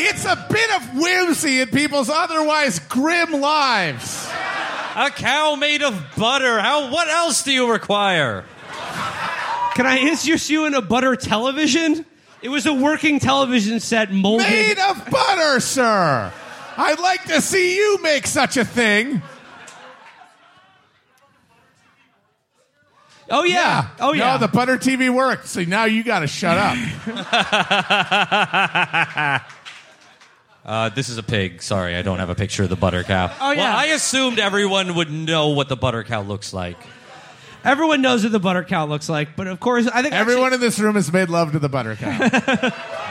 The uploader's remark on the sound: Our live show from Vaudeville Mews in Des Moines, Iowa.